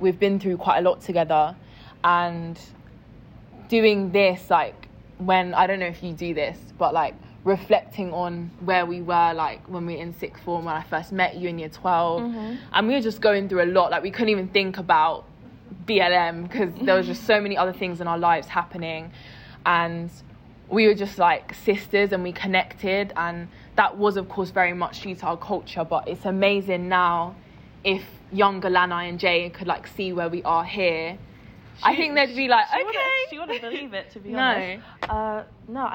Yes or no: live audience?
yes